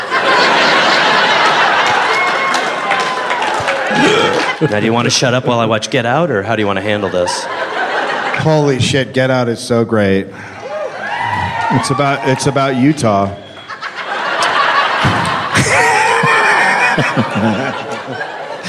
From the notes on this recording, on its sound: Live from Salt Lake City. Live from the Golden Spike Comedy Festival.